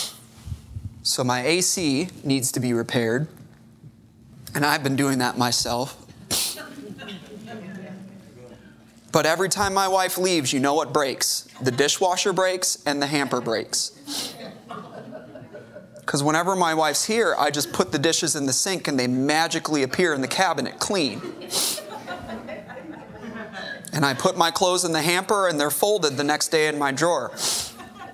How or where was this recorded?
large echoing room